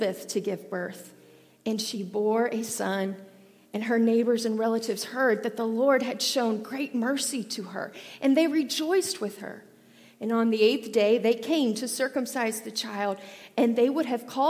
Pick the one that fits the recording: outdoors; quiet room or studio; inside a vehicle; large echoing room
large echoing room